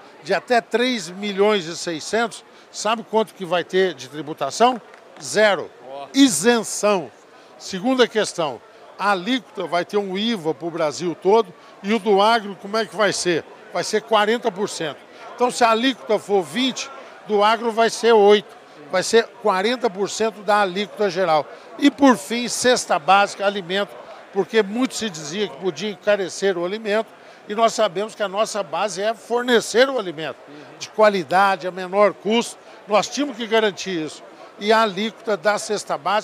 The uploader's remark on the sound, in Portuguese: Prosa gravada durante a COOPERCITRUS EXPO 23, em Bebedouro, interior paulista.